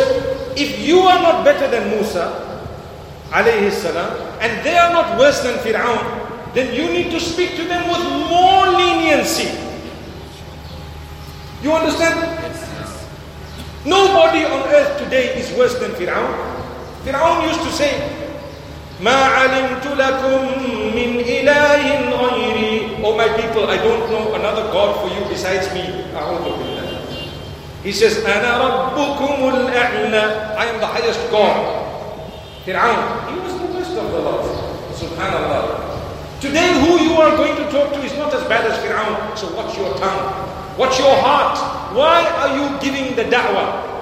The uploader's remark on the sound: Lecture delivered at Masjid Cut Meutia in Jakarta, Indonesia